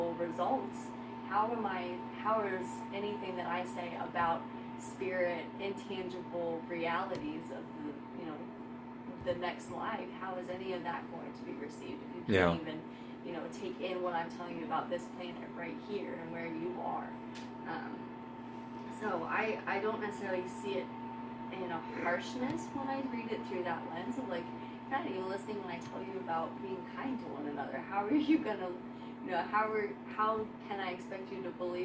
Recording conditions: poor sound quality